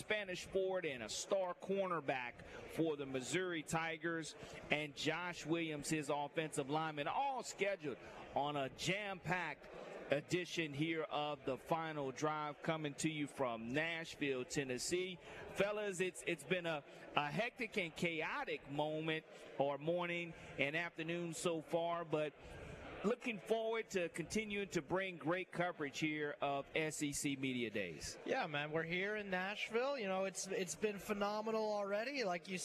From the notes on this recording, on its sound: Live at SEC Media Days: Day 1. The Nashville SEC Media Day One!